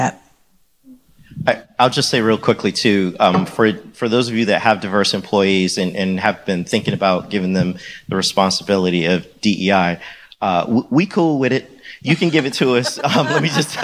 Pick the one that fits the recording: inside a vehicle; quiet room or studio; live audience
live audience